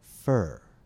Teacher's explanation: The preposition for is pronounced fur, or is reduced to er